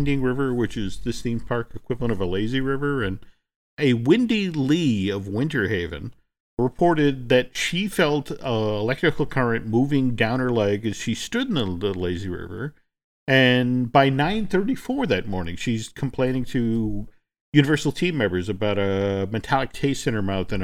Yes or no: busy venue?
no